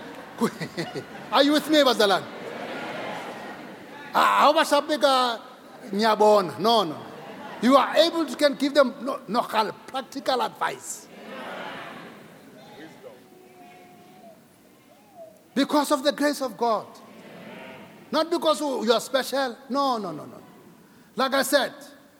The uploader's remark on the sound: Preached at Grace Bible Church Pimville.